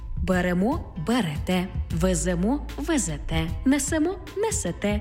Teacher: У дієсловах на емо, імо, ете, іте наголошуємо останній склад.